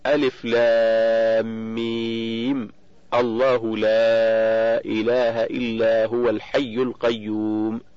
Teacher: فالميم حرف هجاء مبني على السكون، التقت باللام من لفظ الجلالة وهي ساكنة بعد حذف همزة الوصل، فحركت الميم بالفتح دون الكسر محافظة على تفخيم لفظ الجلالة